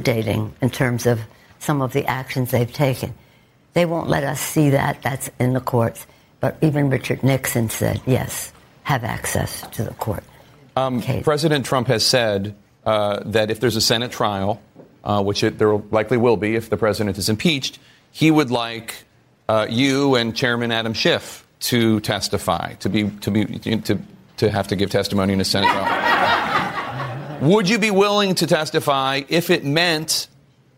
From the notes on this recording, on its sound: Questions during a live town hall. In Washington, D.C.